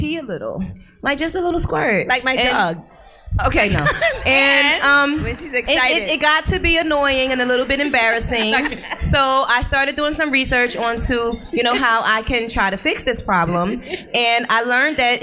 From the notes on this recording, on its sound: Lip Service Live. In the second half of the live show.